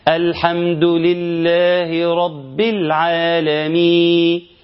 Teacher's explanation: أنا ما نطقتش الحرف الأخير أصلا، النون بتاعت العالمين أنا ما نطقتهاش أصلا